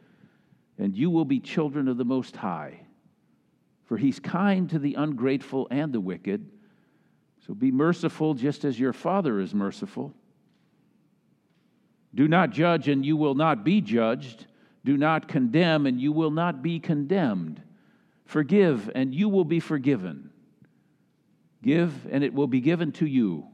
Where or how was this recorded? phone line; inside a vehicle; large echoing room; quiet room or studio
large echoing room